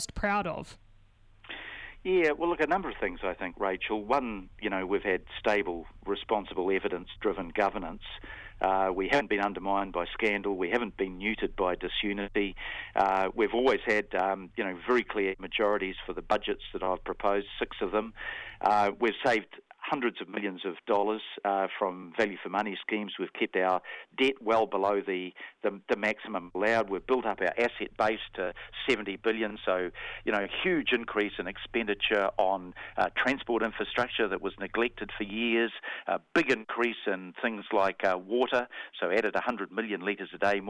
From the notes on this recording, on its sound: Phones up for his final chat on the Breakfast Show.